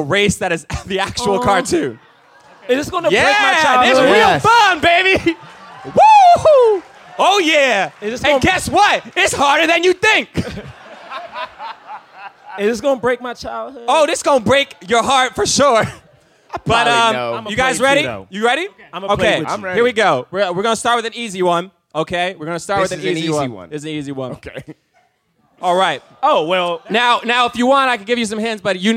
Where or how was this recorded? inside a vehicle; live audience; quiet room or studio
live audience